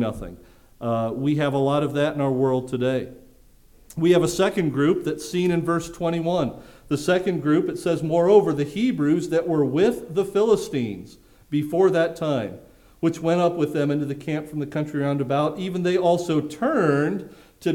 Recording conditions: large echoing room